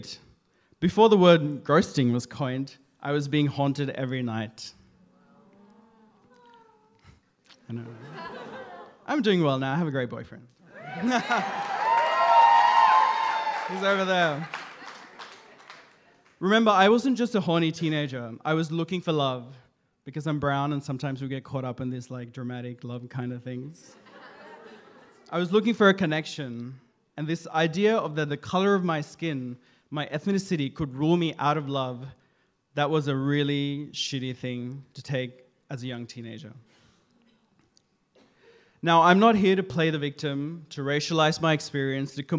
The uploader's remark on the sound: This is his first attempt at telling a story to a live audience. Queerstories is an LGBTQIA+ storytelling night. With regular events in Sydney, Melbourne and Brisbane.